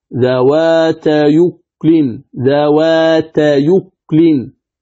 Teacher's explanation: فننقل حركة الهمزة المضمومة في أكل إلى الياء · Term: حرف اللين